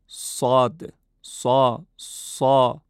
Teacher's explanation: هنگام تلفظ حرف صاد نباید صدای سوت شنیده بشه